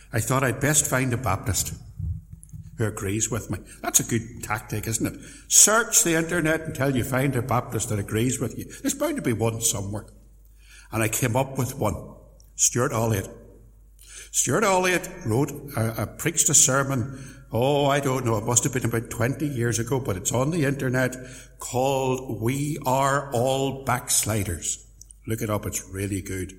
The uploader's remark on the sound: Sermon preached at Templepatrick Reformed Church